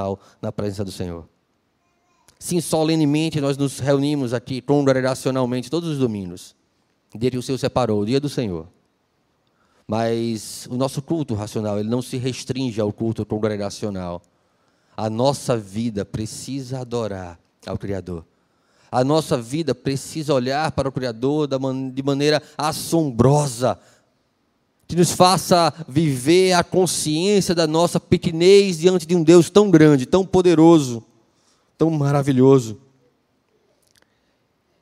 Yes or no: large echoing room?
yes